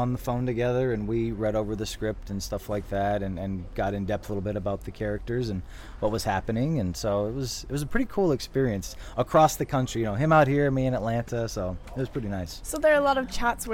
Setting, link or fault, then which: setting, busy venue